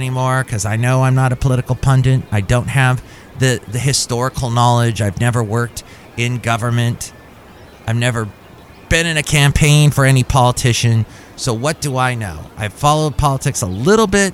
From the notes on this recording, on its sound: podcasts live from Cafe Anyway